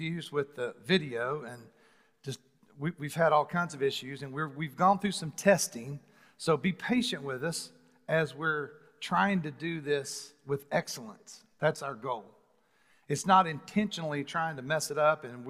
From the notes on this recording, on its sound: Recorded live on January 31, 2021 at The Fellowship at Mt Juliet.